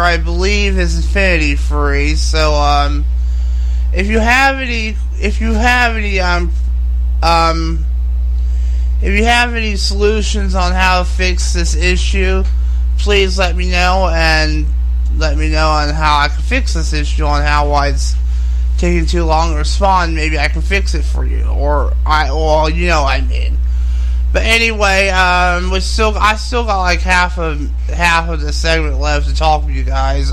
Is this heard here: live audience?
no